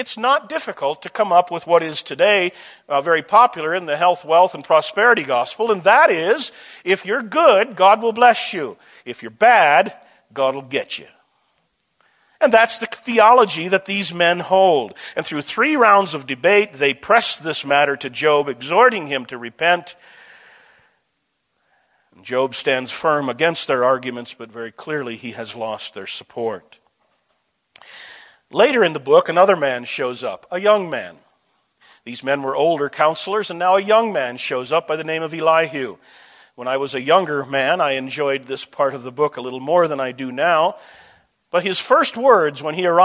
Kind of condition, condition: setting, large echoing room